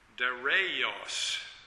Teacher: the Greek version of his name was, at the time he lived, Dareios, and with the accent on the syllable after the R